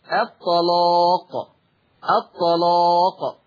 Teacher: سمعين صوت التغليظ للام الطلاق، الطلاق، ما حكم اللام التغليظ قولا واحدة، والسبب لأنها مفتوحة ومسبوقة أو وقبلها طاء مفتوحة، وقبلها طاء مفتوحة.